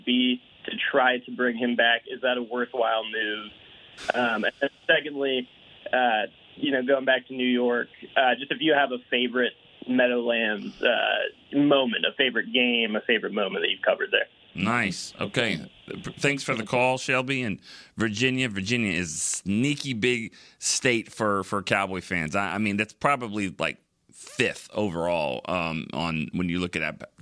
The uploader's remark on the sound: The phone lines were on fire Wednesday. Answer questions from the calls and texts.